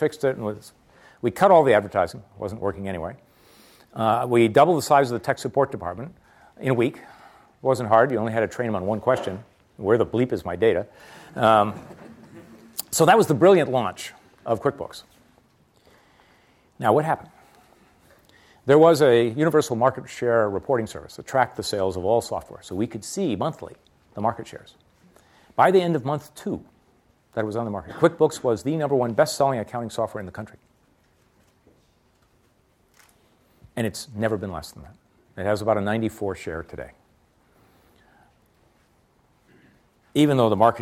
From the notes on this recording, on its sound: a free-form talk guided by audience questions